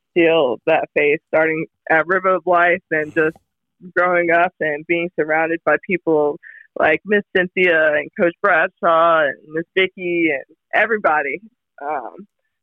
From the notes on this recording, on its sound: Join us live in the studio and on the phone from Dallas.